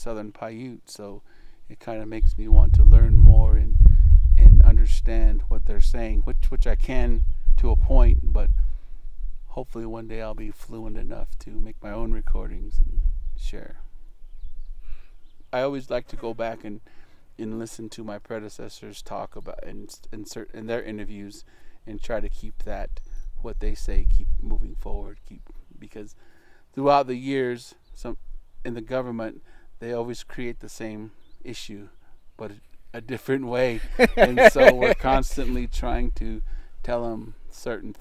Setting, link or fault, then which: setting, outdoors